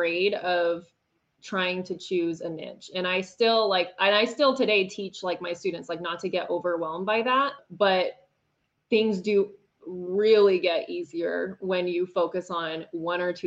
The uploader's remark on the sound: This was an interview she and I did on Facebook Live